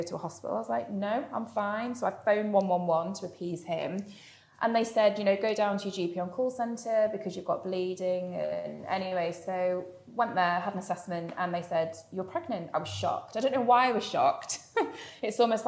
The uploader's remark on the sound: She managed to sneak in an interview with us whilst sat on the floor outside the toilets in Pret!